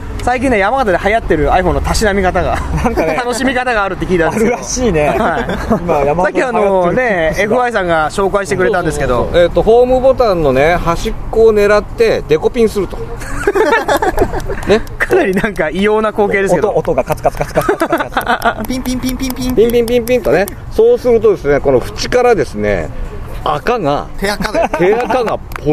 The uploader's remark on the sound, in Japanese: 山形屈指のオシャレスポット「ドライブスルー付きスターバックス」前のテラスからお届けします。究極のアウトドアサテライトスタジオ。目の前に止まったパトカーに怯えながらの収録です。総勢5人プラス飛び入り1名で好き放題に喋ります。